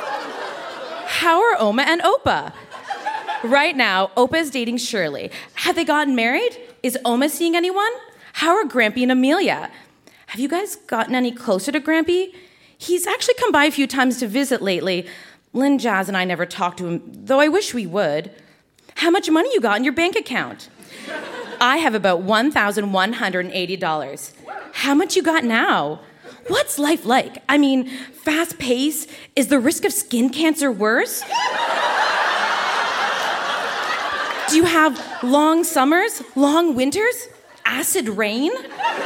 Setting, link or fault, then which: setting, live audience